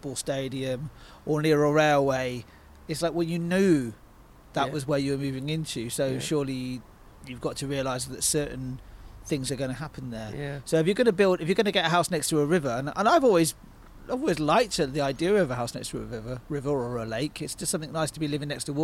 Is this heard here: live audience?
no